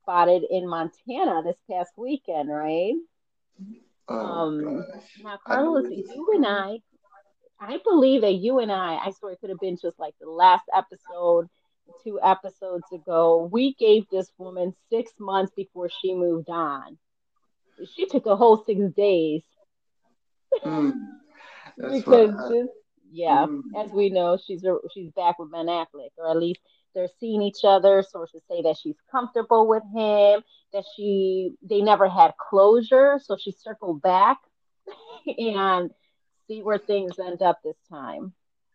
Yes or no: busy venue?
no